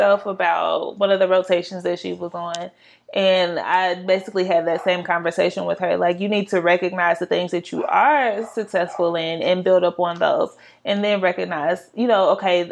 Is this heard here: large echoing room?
no